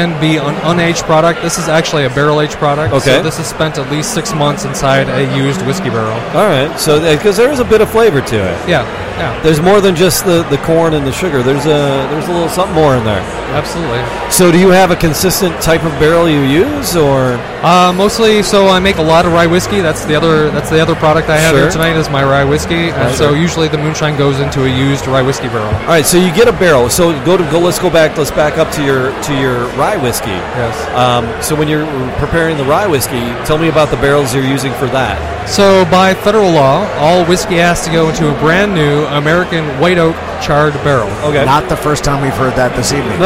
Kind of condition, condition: setting, busy venue